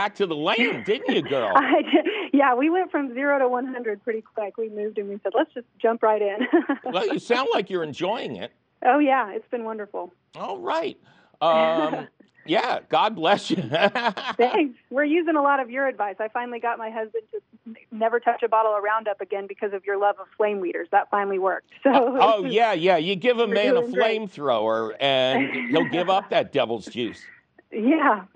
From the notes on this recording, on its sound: your fabulous phone calls!